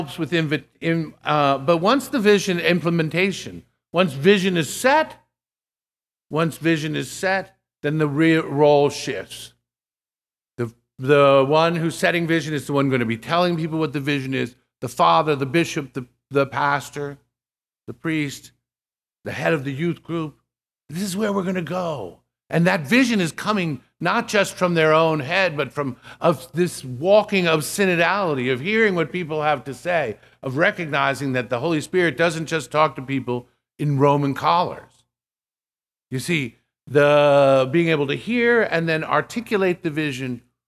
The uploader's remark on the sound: This lecture was given at the Catholic University of America. As part of the Thomistic Institute symposium titled "Toward a Fundamental Theology of the Priesthood."